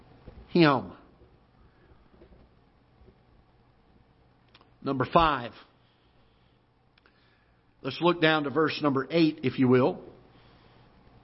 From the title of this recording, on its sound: Ketha Heights Baptist Church ~ Live Broadcast